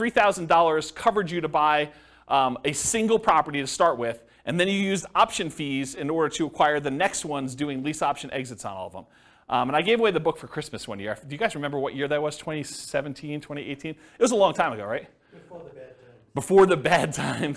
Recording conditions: live audience